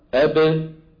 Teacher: انظر كيف أن الباء تخرج بتباعد الشفتين، يعني الآن الشفتين يلتصقان من غير صوت، يلتصقان من غير صوت، ثم تبتعدان عن بعضهما، بابتداعاتهما تخرج الباء الايه؟ · Term: باء مقلقلة